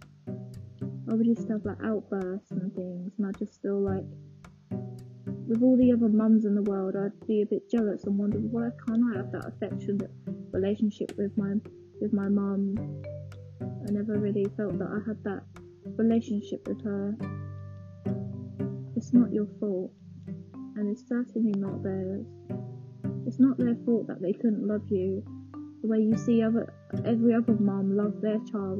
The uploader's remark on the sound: Sorry the quality is rubbish I was recording through my headphones again.